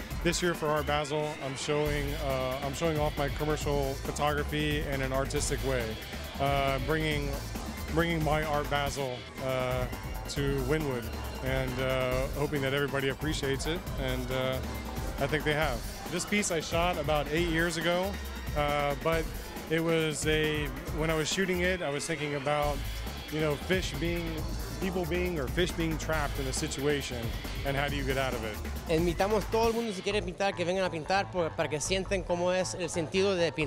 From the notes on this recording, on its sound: ON THE STREET. ART BASEL 2014.